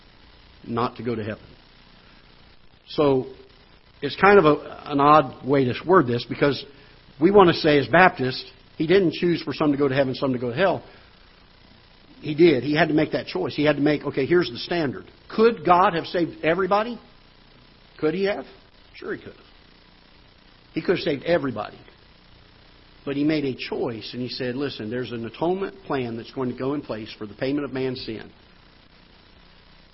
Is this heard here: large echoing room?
yes